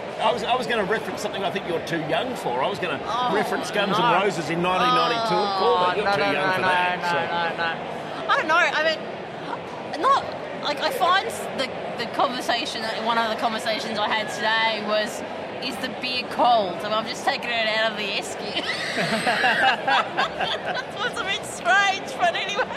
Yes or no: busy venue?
yes